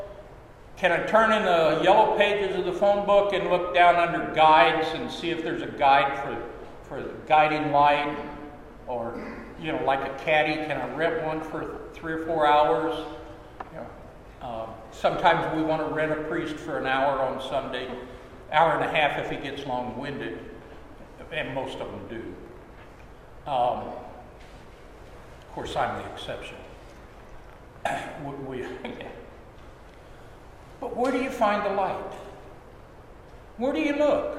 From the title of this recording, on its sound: Sermon at Holy Trinity Anglican Church